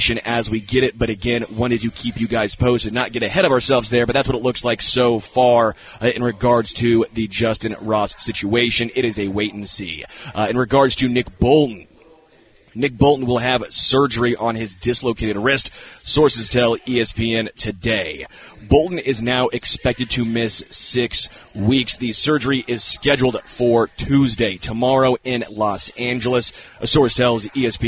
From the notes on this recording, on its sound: LIVE from Hollywood Casino!